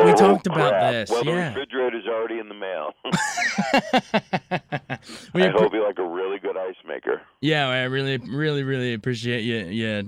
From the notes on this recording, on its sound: Called in when he hosted "A Capitol Fourth” in Washington D.